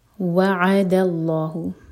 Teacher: عین پر فتح ہے، اس کو واضح کرنا ہوگا، سکون کی آواز نہیں آنی چاہیے، وعدہ نہیں ہے، وعد.